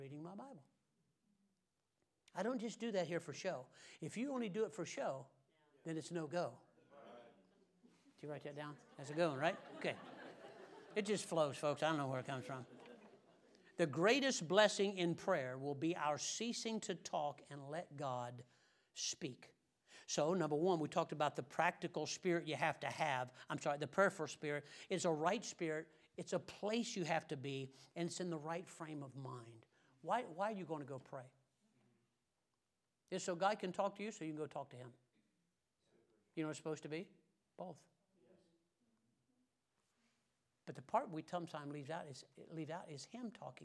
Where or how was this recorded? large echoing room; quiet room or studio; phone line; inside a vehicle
large echoing room